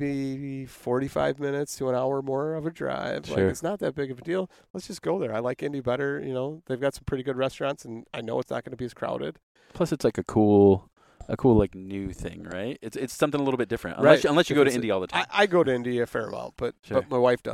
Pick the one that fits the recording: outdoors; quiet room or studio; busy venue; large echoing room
outdoors